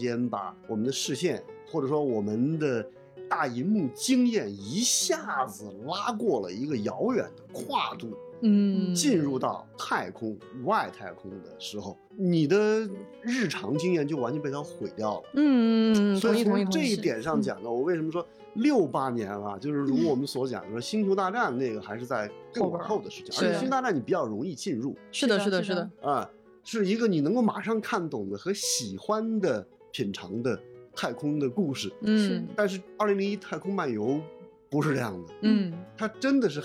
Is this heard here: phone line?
no